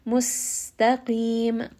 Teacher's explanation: Sin is going to have safir. It's going to have a little bit of that whistling.